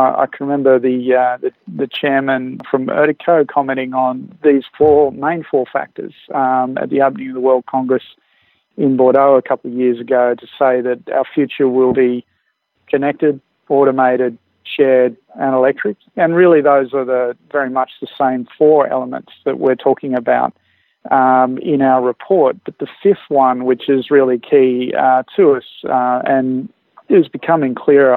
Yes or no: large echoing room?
no